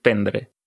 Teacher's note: Doncs sí, és una pregunta interessant perquè és veritat que s'escriu que el verb conté dues R's, s'escriu prendre, però la primera R no es pronuncia normalment